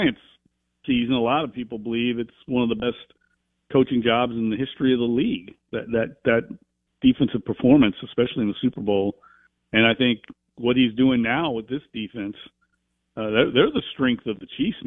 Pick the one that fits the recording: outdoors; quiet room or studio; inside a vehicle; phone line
phone line